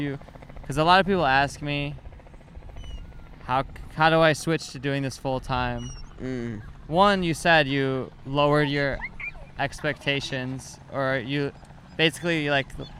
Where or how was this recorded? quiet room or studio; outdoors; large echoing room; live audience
outdoors